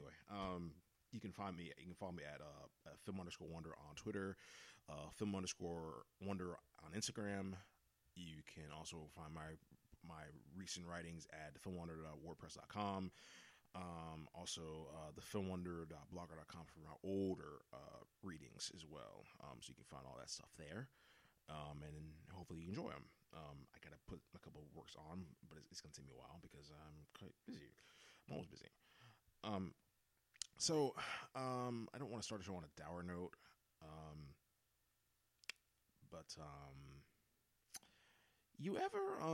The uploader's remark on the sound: FINALLY, I can sync the laptop sound with the mixer. The first minute or so, you could barely hear me speaking through the mic.